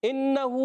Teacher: इन्नहू में हमजा को खूब वाज़े करेंगे, ये हमजा है, अलिफ नहीं है, नून मुशद्दद, एक अलिफ का गुन्ना करेंगे। इन्नहू खड़ी हरकत, एक अलिफ खींच कर अदा करेंगे, उल्टा पेश है।